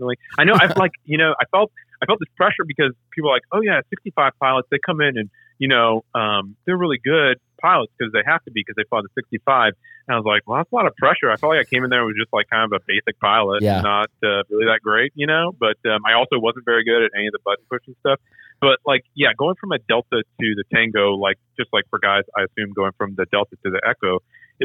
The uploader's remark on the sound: We get on the phone